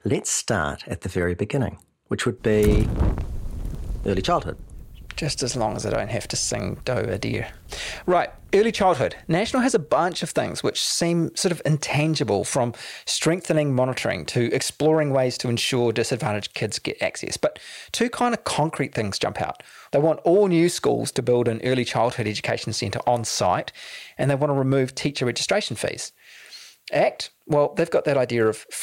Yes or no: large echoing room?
no